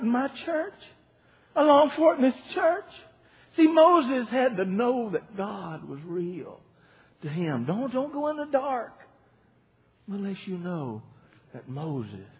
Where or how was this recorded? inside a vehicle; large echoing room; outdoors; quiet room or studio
large echoing room